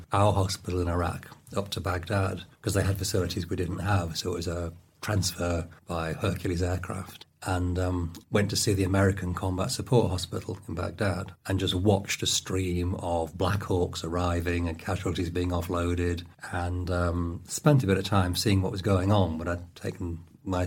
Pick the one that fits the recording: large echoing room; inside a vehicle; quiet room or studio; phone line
quiet room or studio